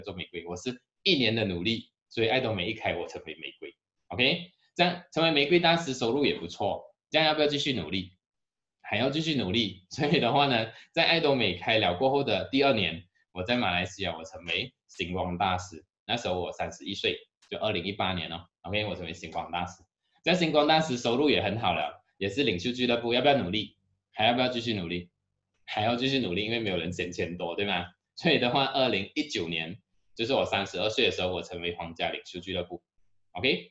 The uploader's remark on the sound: Canada Zoom Seminar